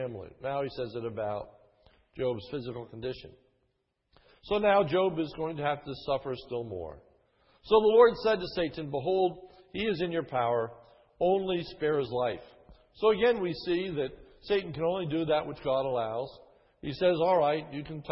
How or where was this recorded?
large echoing room